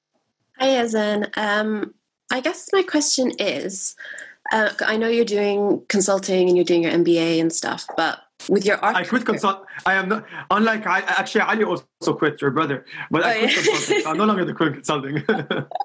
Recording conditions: video call